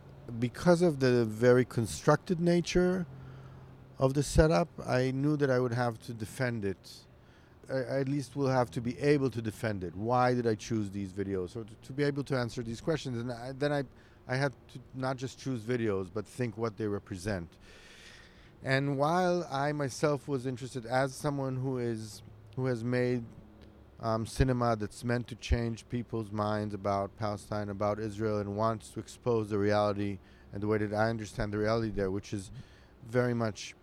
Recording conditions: outdoors